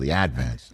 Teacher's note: in Staten Island, we always put the accent on the first syllable, the Advance.